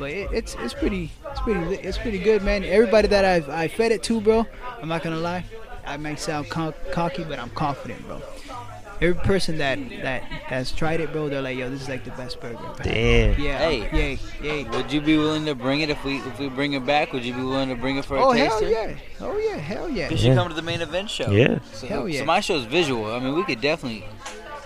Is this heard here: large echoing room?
no